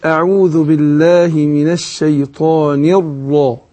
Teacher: الراء مشددة، واخد بالك، هتفخم مع كون ان انا التكرير منهي عنه · Term: تفخيم الراء